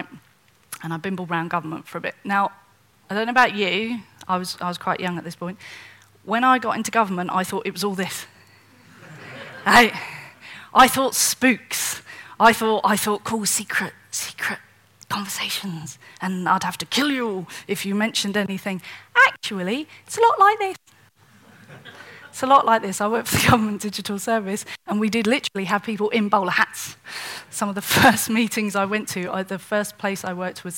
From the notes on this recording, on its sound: keynote presentation at Technical Communications UK Conference 2016